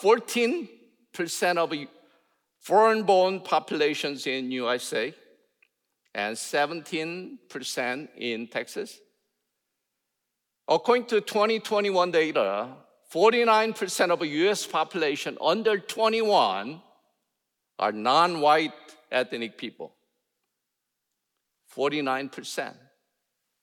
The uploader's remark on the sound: In #SWBTSChapel.